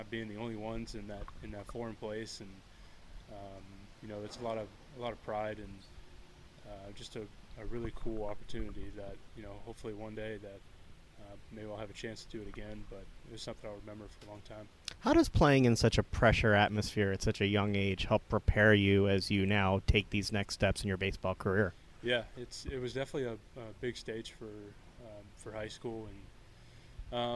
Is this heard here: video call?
no